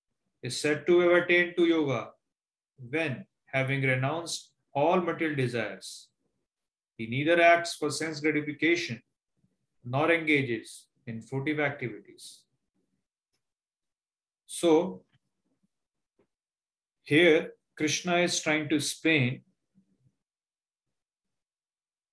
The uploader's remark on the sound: Zoom recorded sessions